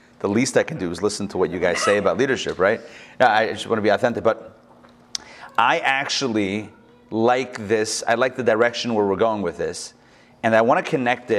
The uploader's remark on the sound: Recorded live at the Intown Jewish Academy